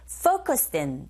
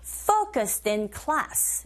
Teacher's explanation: Dissound와 자음, in의 이가 모음이죠. 연음 현상이 일어나서 din, focused in 이렇게 들리게 됩니다.